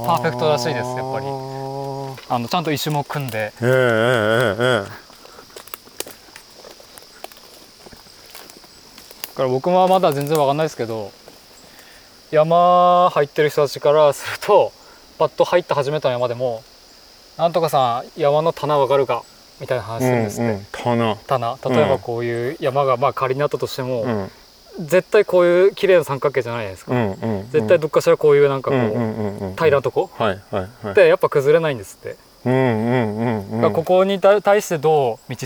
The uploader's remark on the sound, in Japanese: 誰かと散歩しながら収録しております。青森県野辺地町の 自遊木民族珈琲 の。現在お世話をしている森の中を散歩しながら、いろいろお話をしてみました。